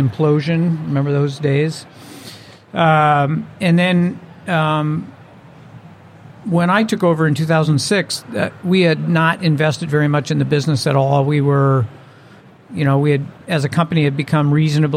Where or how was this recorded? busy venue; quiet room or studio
busy venue